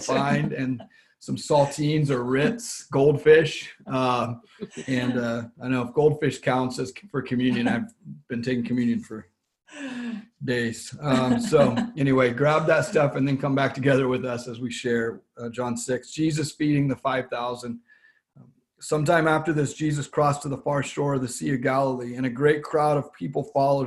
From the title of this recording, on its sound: Zoom Church